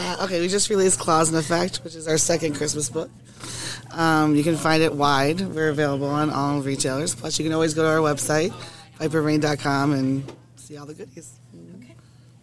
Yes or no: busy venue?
yes